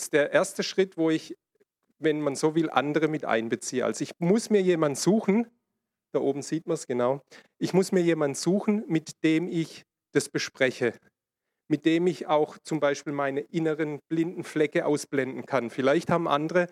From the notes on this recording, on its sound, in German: in der Gemeinde Kaleo Schopfheim aufgenommen